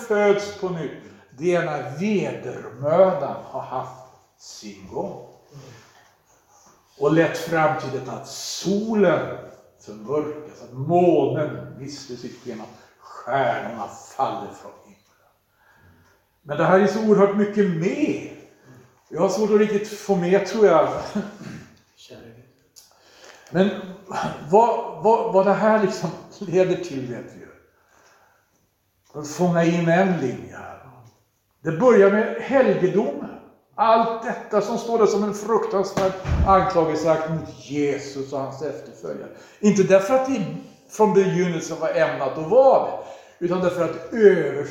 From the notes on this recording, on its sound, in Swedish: inspelat under församlingsdag i Långshyttan den 4 december 2022